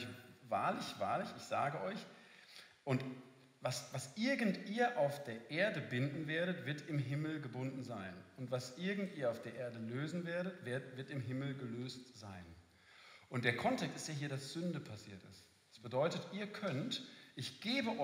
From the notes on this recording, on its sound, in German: Ausschnitt unseres Freiburg-Live-Events